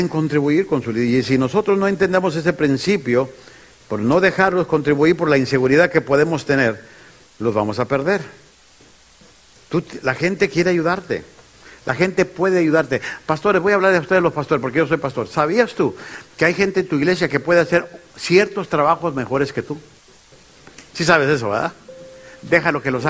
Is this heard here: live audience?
yes